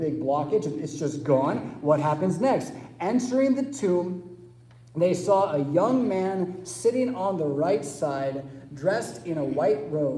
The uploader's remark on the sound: Preached at St Paul Lutheran Church , Rockford, Illinois on Easter Sunday April 9, 2023